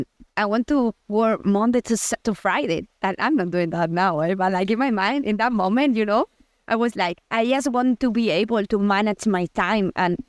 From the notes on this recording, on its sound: This episode was recorded in the woods so apologies for a not-so-perfect audio experience.